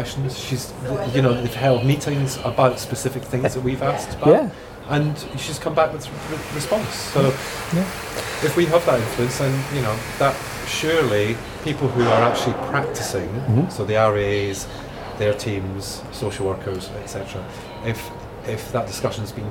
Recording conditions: outdoors